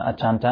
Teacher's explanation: Okay, and acha is actually the prefix ati. And when ati occurs before a vowel like this, it changes to ach